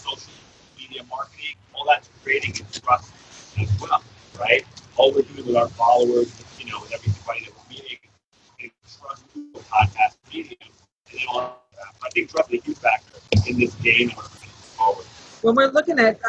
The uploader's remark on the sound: live from MJBizCon 2019 in Las Vegas, Nevada